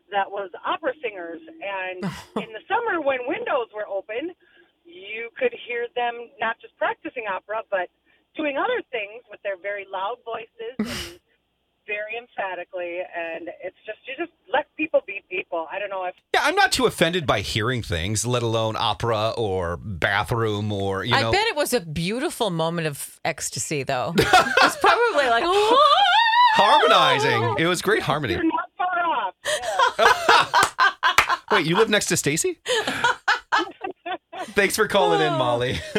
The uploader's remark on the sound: Let's Take Some Calls